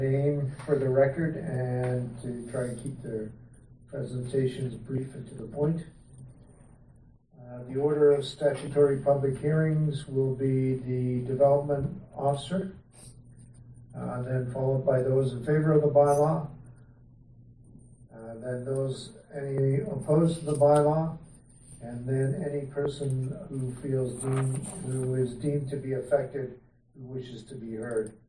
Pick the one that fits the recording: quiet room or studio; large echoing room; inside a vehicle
large echoing room